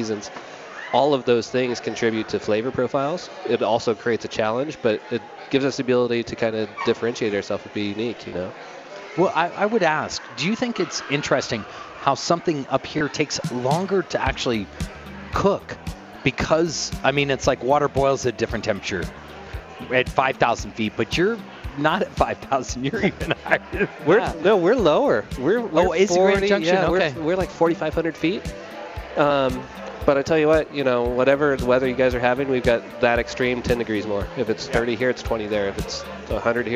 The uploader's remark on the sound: Stomping grapes in Denver Colorado! LIVE! Live in LIBERATI restaurant & brewery.